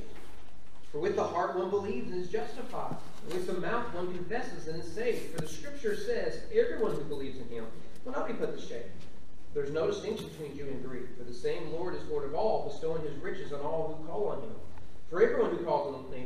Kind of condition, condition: setting, large echoing room